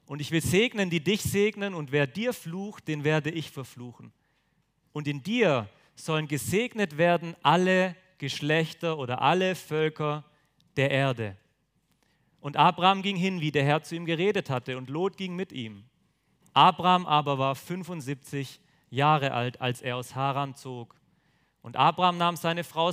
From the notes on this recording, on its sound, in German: Auf dem Younited #weekend 2023 in Friolzheim (Jugendverbandstreffen des Christusbundes).